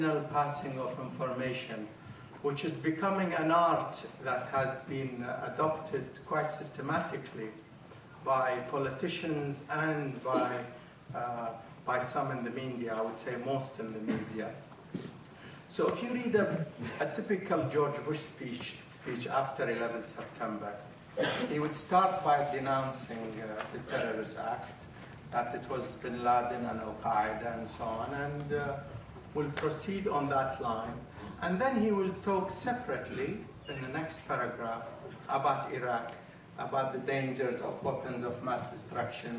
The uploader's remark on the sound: This was recorded at a meeting organised by the Tower Hamlets Stop The War group.